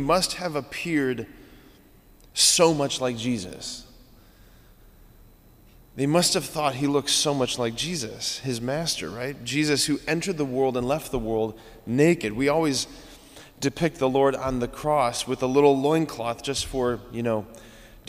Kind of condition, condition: setting, large echoing room